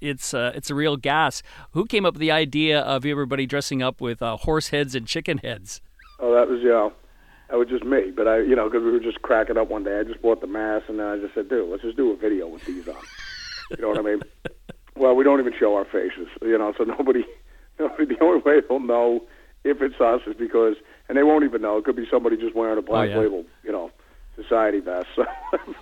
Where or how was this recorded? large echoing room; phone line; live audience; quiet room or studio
phone line